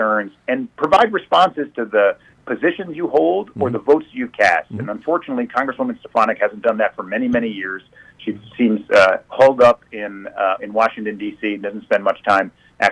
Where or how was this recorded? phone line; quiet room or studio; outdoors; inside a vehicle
phone line